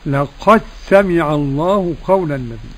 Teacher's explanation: لقد سمع الله قرأ بإدغام الدال الساكنة قد في السين